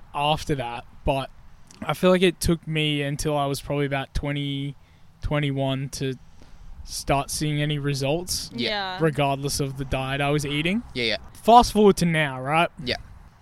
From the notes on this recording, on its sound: we filmed this episode outdoors, so sorry if theres some background noise